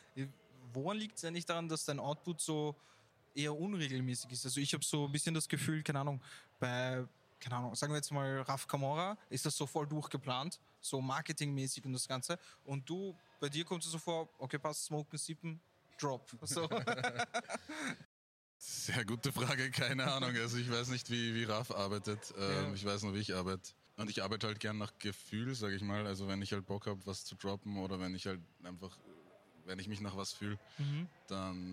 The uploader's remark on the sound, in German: LIVE vom NOT AFRAID Festival , Österreichs neuem Hip-Hop Festival. LIVE vom NOT AFRAID Festival , Österreichs neuem Hip-Hop Festival.